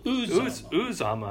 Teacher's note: Emphasis on the first syllable.